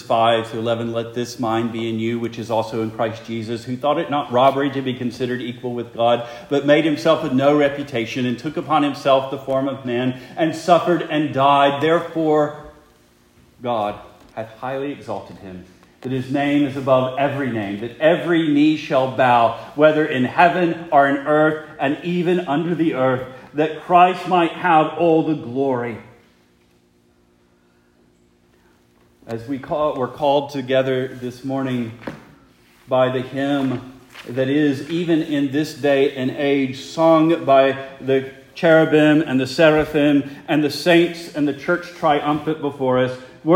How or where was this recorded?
large echoing room